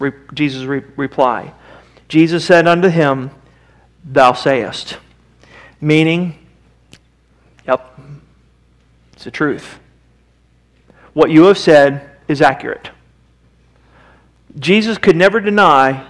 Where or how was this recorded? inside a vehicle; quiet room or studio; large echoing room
large echoing room